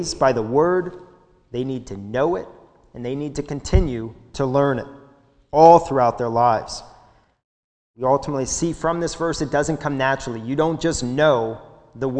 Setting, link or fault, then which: setting, large echoing room